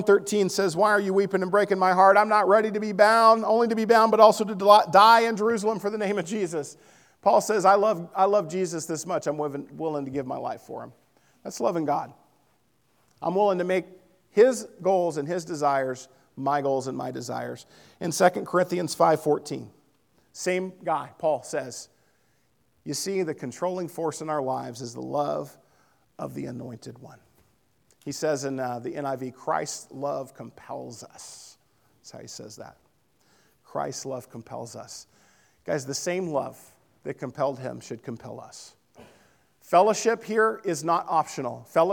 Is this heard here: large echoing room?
yes